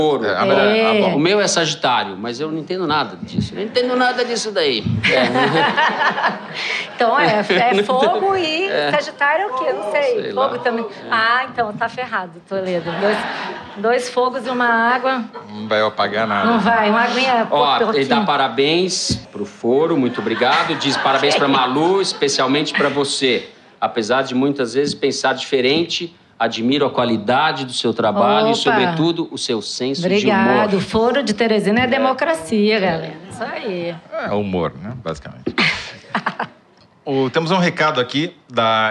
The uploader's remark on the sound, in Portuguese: Ao vivo no Festival